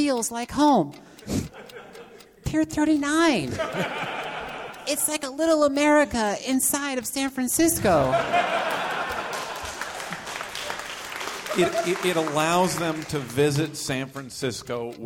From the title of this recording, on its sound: Live in San Francisco